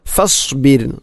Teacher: ഫസ്ബീർ റായിനെ തർക്കീക്കാണ്, അഥവാ നേർപ്പിച്ചുകൊണ്ട് ഉച്ചരിക്കണം ഫസ്ബീർ. അതോടൊപ്പം സ്വാദിൻ്റെ ഉച്ചാരണവും, അതിനെ സീൻ ഫസ്ബീർ ഫസ്ബീർ അല്ലെങ്കിൽ ഫസ്ബീർ എന്ന് പറയരുത്.